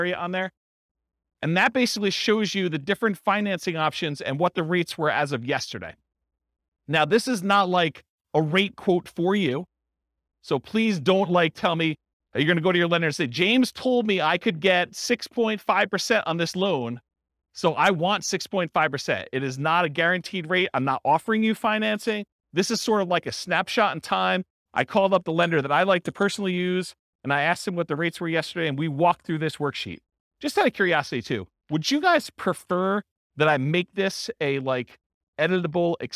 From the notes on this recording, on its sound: This was a live class recorded